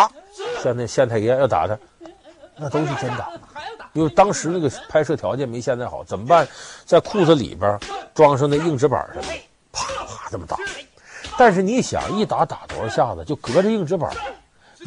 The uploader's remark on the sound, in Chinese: 還有聽故事的觀眾。